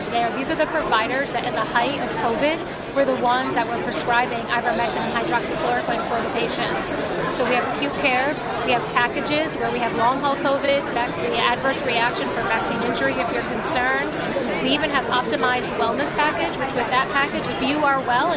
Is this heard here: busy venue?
yes